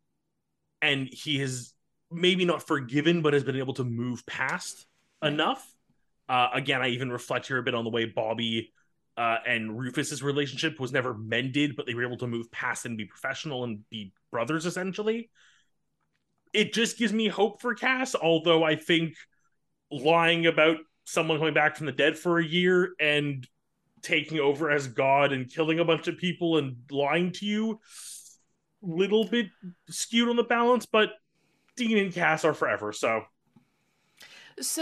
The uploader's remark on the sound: Joined by patrons of the podcast from all around the world. Recorded live on Zoom.